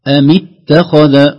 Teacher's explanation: لو وصلنا نقول أم اتخذ، لا توجد ألف في اتخذ أبدا عند الوصل